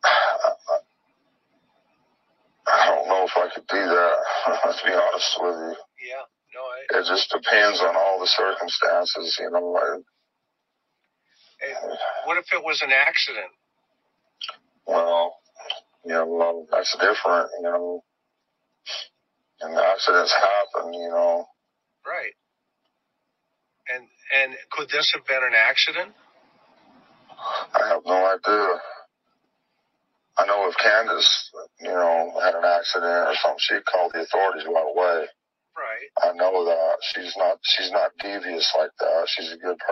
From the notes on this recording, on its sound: Listen to the audio phone interview